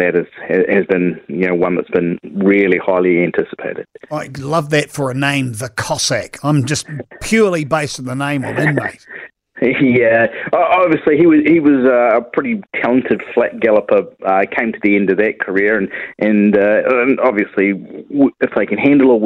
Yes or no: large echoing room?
no